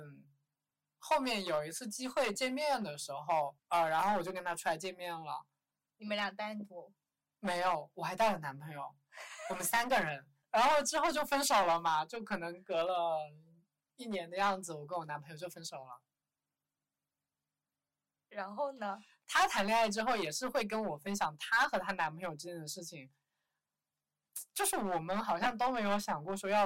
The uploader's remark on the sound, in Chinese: 忘记带麦克风，导致本期听感不太理想。